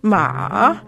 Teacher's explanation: the third tone in Mandarin, ma, is sort of like a J-type pattern.